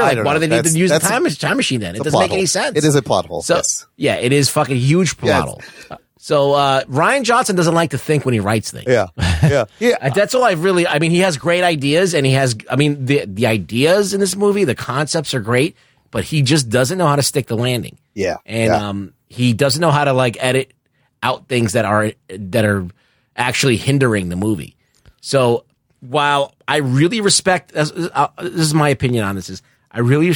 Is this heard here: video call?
no